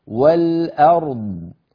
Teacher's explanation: فنبين الراء ونعطيها حقها من البينية، ونبين الضاد ونعطيها حقها من الرخاوة والاستطالة